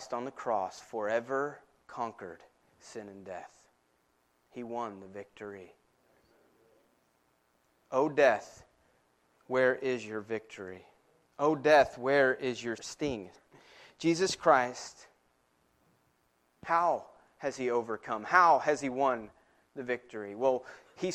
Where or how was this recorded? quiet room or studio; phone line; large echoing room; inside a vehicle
large echoing room